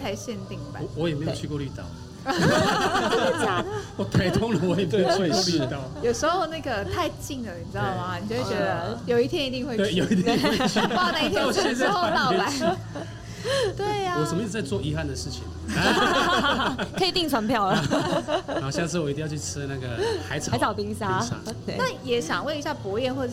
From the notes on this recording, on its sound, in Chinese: 本集因戶外錄製遇上音樂活動彩排，偶有較嚴重的環境音干擾，敬請見諒！